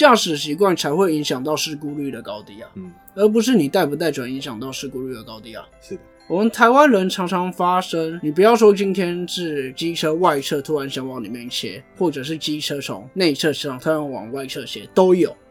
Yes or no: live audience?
no